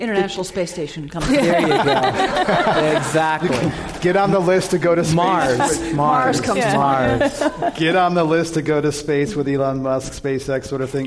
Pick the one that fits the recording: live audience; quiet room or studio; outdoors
live audience